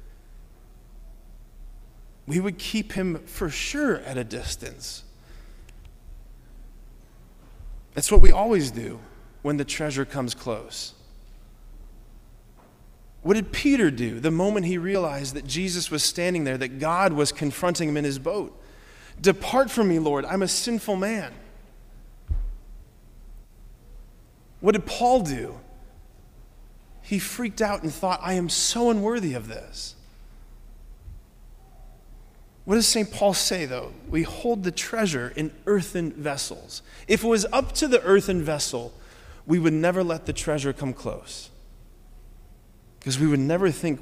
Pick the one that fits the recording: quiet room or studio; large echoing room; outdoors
large echoing room